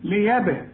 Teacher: بقفل شفايفي وبفتحها على طول هتيجي القلقلة